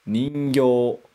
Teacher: a letra U, que a gente não vai ler porque a gente só vai estender o O. Então fica ningyo.